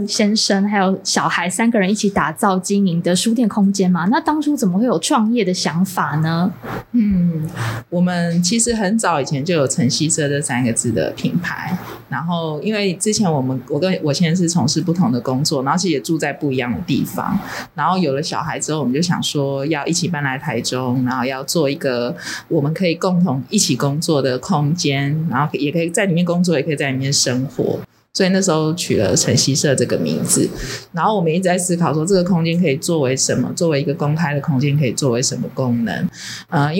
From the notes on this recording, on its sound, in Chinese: 本集錄音機罷工啦～無法有效排除環境音，因此音質有點瑕疵。